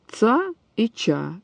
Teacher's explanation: Причем среди смычных могут быть как взрывные, вот уже мной перечисленные, так и аффрикаты. То есть согласный смыкается как смычный, а заканчивается не взрывом, не резким раскрытием, а щелевой фазой